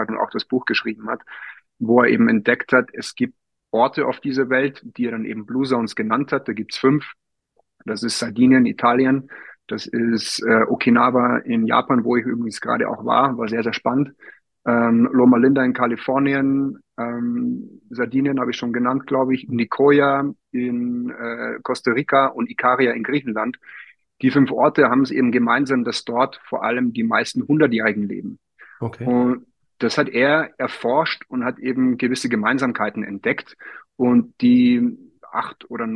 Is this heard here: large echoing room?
no